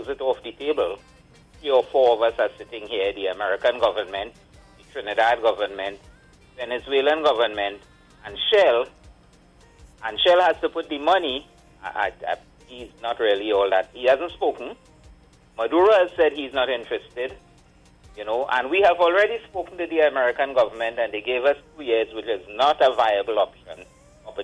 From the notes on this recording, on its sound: we take more calls from the audience